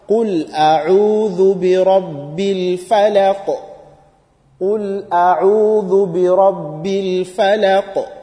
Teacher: But so as we said, end of the first verse of Surah Al-Falaq is qalqala. So we must make sure also we do that qalqala on qaf, because there is qaf at the end.